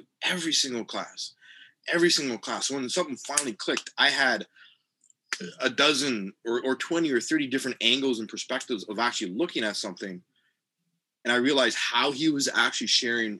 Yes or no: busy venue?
no